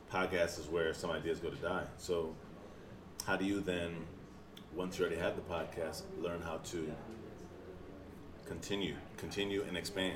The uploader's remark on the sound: Night at the Dojo. Use the background as white noise.